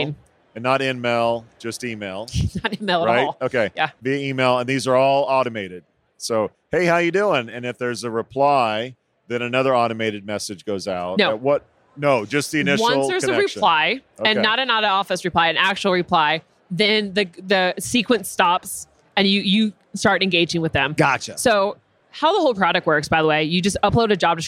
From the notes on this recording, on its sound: Live from UNLEASH America in the Workhuman booth